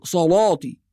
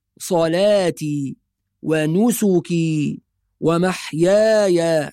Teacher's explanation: ولكن في رواية حفص اللام مرققة · Shown in: second take